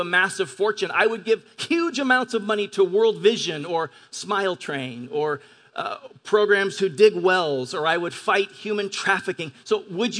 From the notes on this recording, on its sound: At Grace Church of La Verne. At Grace Church of La Verne.